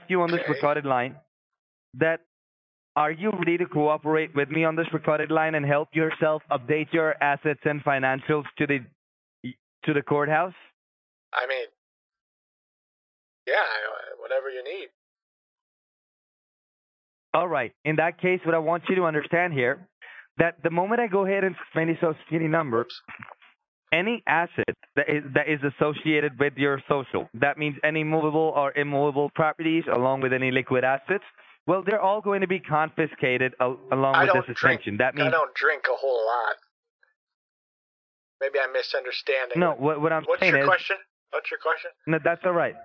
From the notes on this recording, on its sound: An old grandpa on the phone with scammers who are pretending to be working as federal DEA agents.